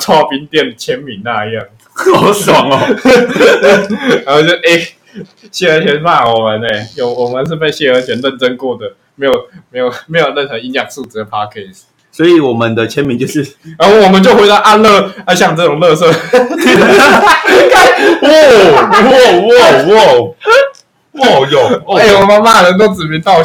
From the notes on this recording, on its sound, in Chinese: 雜貨店錄音品質